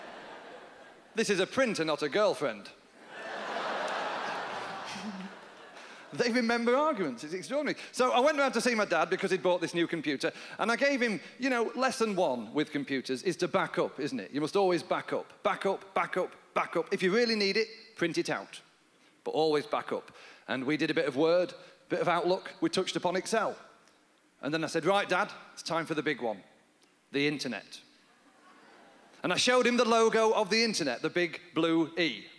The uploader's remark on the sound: brings his delightful comedy to the 2010 Just for Laughs Festival in Montreal